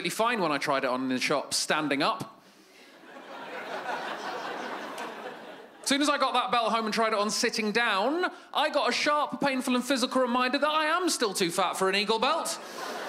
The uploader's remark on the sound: stand up from the Just For Laughs Festival in 2015